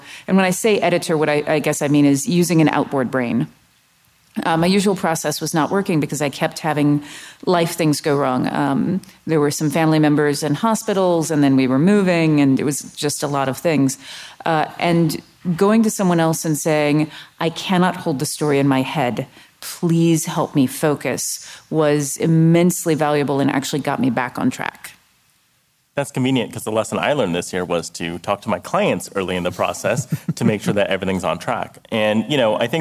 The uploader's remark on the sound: At WXR 19 we recorded live, and took audience questions aboard the ship.